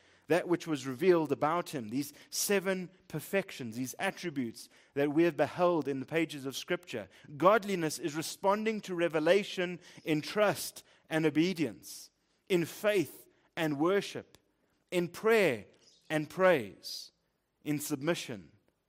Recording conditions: large echoing room